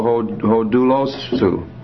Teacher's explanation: It's hard to pronounce that word with the same stress on both syllables, but you just kind of tail it off there with a su. It doesn't get much accent.